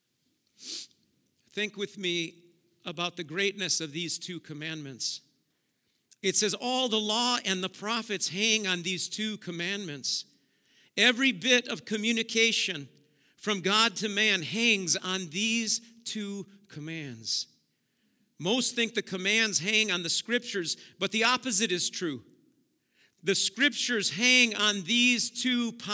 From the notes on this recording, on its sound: Preached at Auxano Church 1/8/2023